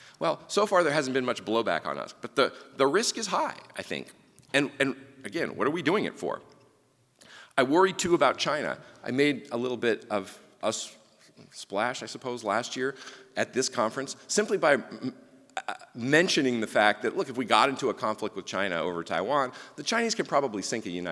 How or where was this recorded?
live audience